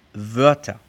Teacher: vas a formar tu boca para decir O. Dejas los labios redondos para la O. Pero lo que intentas decir con la boca en esta forma es la E.